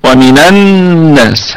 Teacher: فللتخلص من التقاء الساكنين تحرك النون بحركة عارضة تتناسب مع اللام، تمام. ومن الناس هكذا، لكن الاصل في من انها ساكنة.